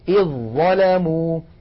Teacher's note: ما عاد هناك في النطق ذال يا إخوة، على طول مباشرة إلى الظاء